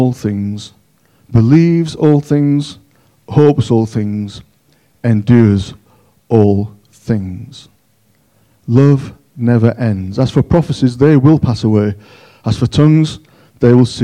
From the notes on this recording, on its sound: On 15th January 2023 at King's Church, Cockermouth, as an audio file.